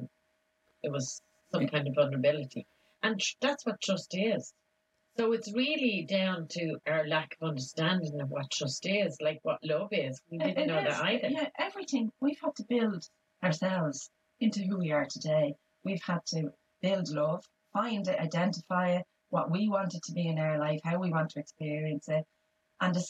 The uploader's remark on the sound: apologies for the poor sound quality had some technical difficulties